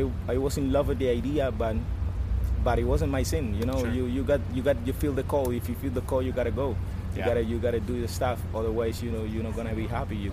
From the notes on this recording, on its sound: We begin coverage of The Bonnaroo Music and Arts Festival from a hot and energetic Manchester, Tennessee. We talk backstage.